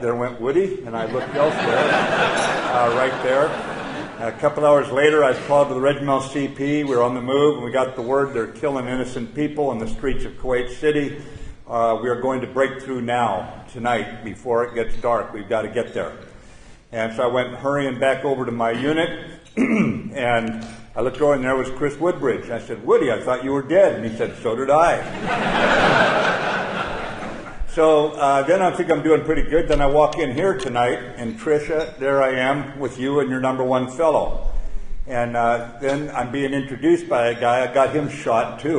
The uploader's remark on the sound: At the Combat Development Dinner.